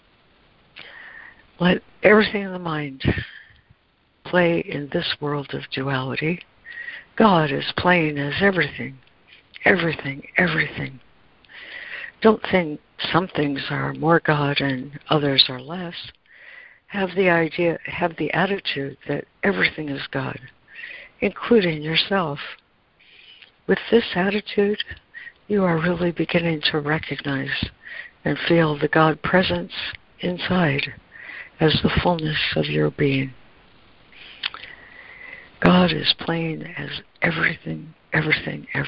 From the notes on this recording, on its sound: ACIM Daily Conference Call